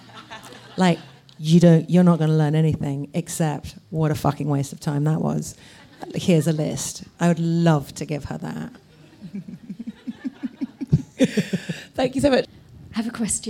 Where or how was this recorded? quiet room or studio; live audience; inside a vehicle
live audience